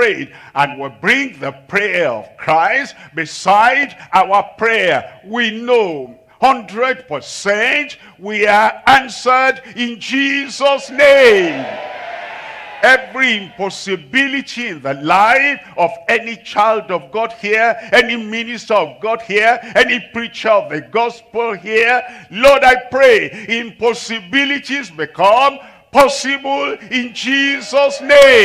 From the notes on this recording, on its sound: live from Asaba, Nigeria